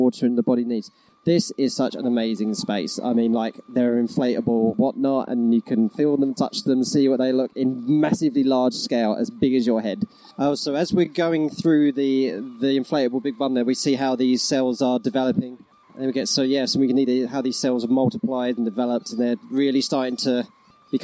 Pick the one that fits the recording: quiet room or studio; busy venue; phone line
busy venue